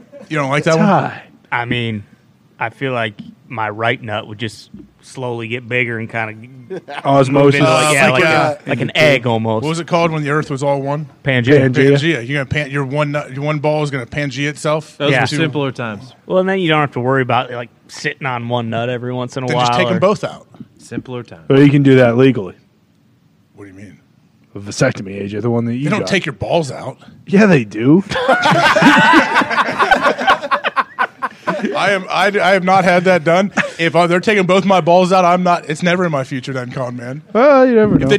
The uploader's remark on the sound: LIVE from the set of College GameDay in Knoxville, Tennessee